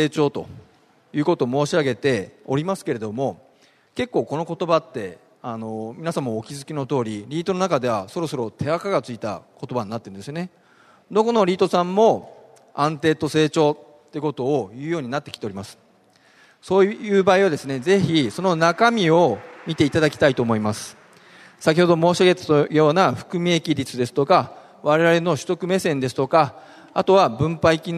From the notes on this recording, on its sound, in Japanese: ２月２０日に東京証券取引所で開催した「J-REITファン2016」に登壇した